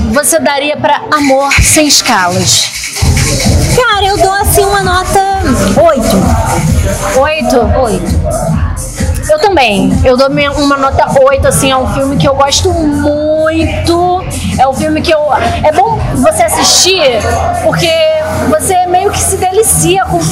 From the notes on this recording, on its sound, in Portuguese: Diretamente do Booze Bar, na Lapa.